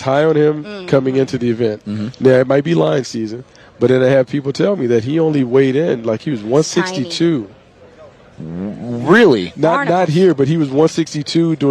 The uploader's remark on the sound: from the NFL Combine in Indianapolis, the Draft Show is live